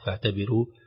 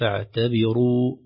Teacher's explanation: فاعتبروا كما أسلفنا دائما إذا كانت الراء مضمومة وقبلها كسرة تؤثر عليها فربما تخرج مرققة، فاعتبروا الصحيح فاعتبروا بتفخيم الراء · Shown in: second take